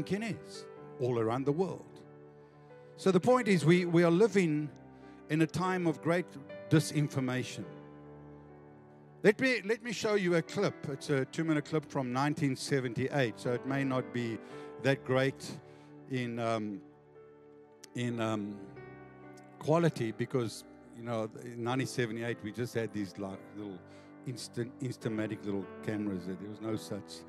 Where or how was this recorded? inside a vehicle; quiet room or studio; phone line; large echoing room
large echoing room